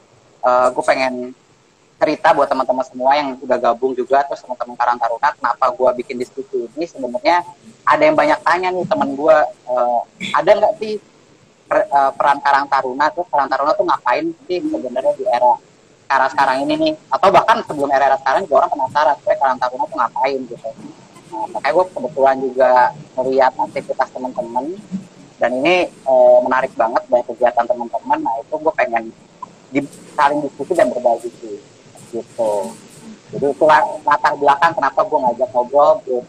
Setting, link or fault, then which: link, video call